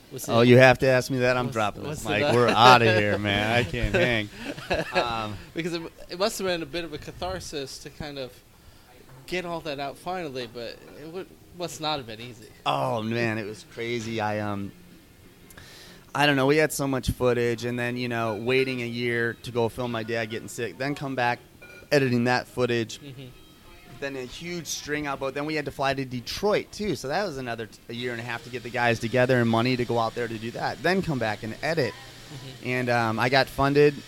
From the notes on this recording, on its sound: at the Kew Gardens Festival of Cinema Filmmakers Lounge at Ateaz Organic Coffee & Tea